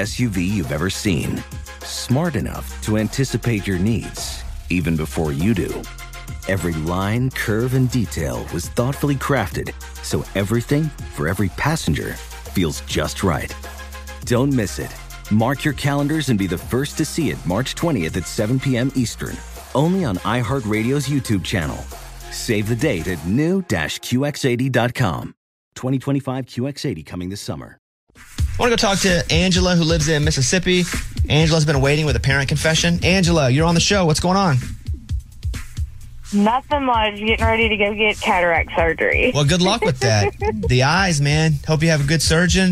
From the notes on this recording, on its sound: listeners called